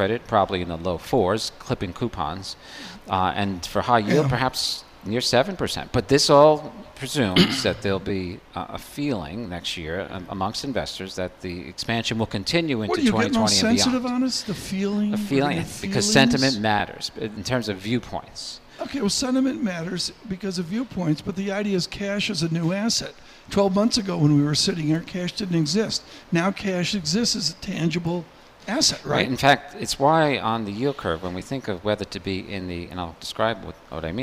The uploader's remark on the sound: Bloomberg Surveillance is live from the Bloomberg link for the Year Ahead Summit.